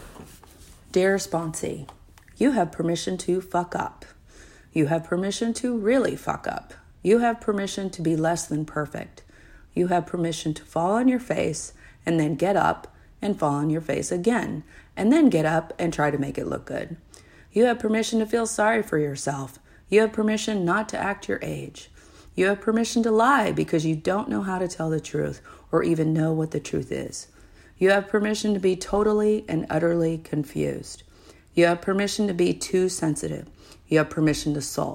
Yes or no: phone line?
no